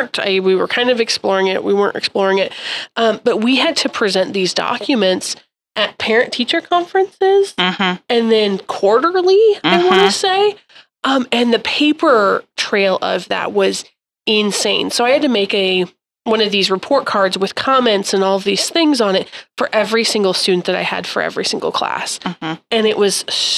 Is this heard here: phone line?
no